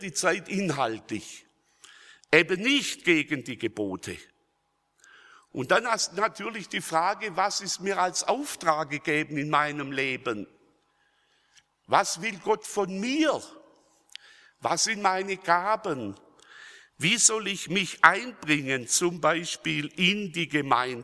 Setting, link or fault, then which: setting, large echoing room